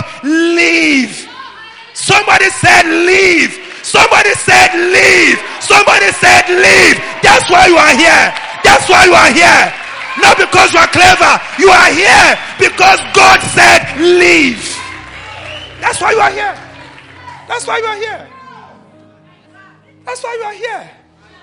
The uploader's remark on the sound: LIVE AT ABC KHALANYONI